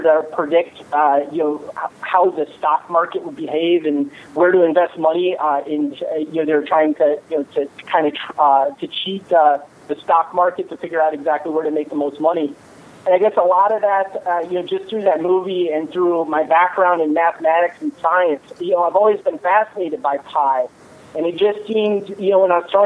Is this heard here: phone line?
yes